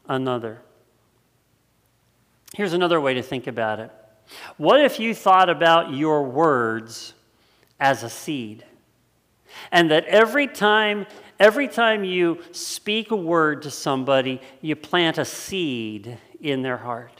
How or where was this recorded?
large echoing room